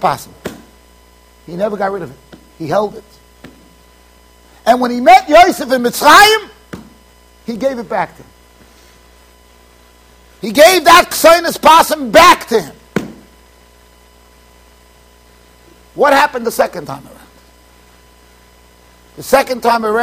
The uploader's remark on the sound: Shiur recorded in Yeshivas Ohr Reuven, Monsey NY.